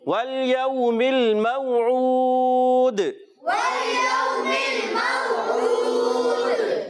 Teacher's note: عین کی ادائیگی کلیئر رکھنی ہے، دال حرف قلقلہ میں سے ہے، قلقلہ ادا کریں گے، آواز لوٹ کر آئے گی